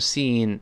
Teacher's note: 注意这 seen 是发长音 e 的声音，啊，e 的声音比较细长一些